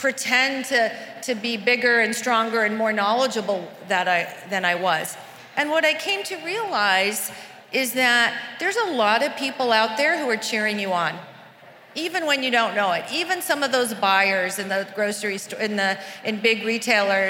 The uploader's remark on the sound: at Create & Cultivate's LA 2020 conference